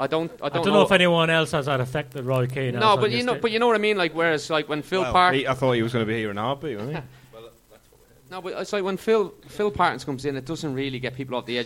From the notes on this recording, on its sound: Live at Fausto Coffee. For a special live show at Fausto Coffee to celebrate the 500th episode of the WMS podcast.